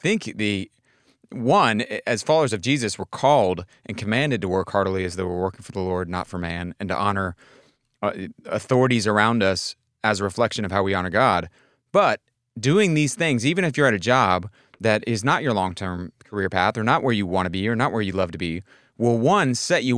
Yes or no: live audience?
no